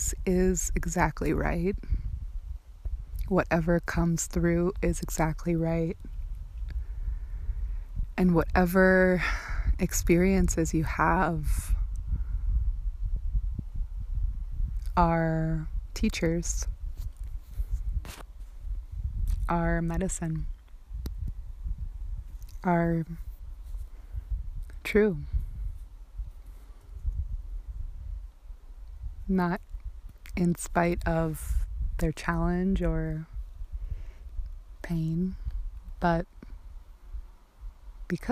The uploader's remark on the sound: This episode was recorded outside while I was on retreat-excuse/enjoy the organic background sounds :)